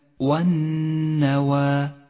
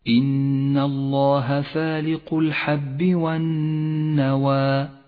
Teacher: لاحظ الألف المرققة في كلمة والنوى